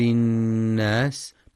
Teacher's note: وينتبه القارئ للغنة في النون المشددة من كلمة الناس فهي أكمل ما تكون مع بيان صفة الهمس والصفير في السين.